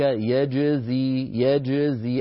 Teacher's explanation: قلقلت الجيم قلقلة جيدة لم تجعليها تتأثر لا بالفتحة قبلها ولا بالكسرة بعدها